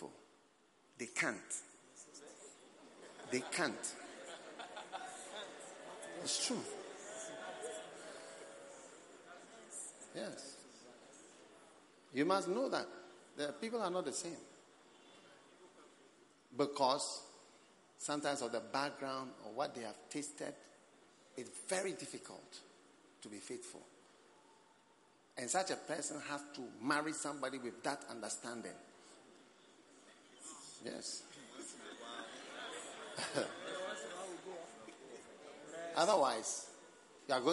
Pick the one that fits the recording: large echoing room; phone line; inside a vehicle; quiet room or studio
large echoing room